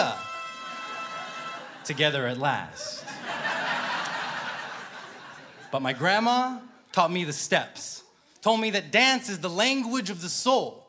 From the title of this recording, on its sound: Snap LIVE!